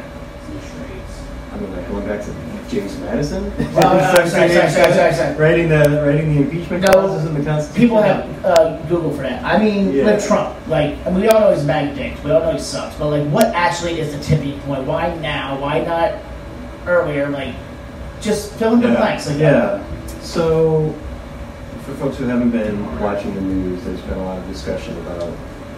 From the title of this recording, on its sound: Live From Shenanigans